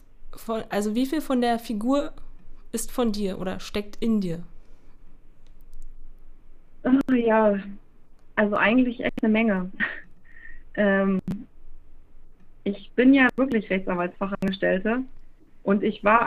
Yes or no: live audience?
no